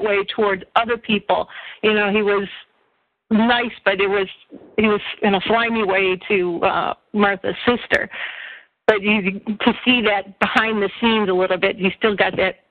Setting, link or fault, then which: link, phone line